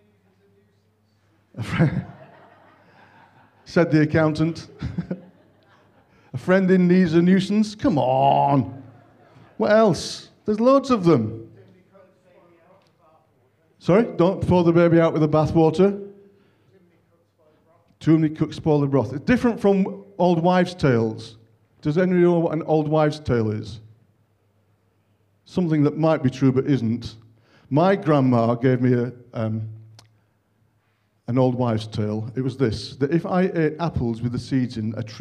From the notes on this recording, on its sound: On 26th February 2023 at King's Church, Cockermouth. At King's Church, Cockermouth, as an audio file.